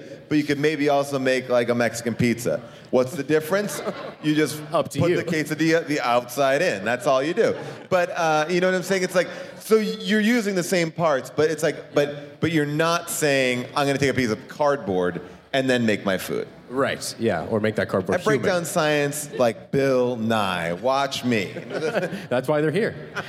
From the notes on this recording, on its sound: a special live episode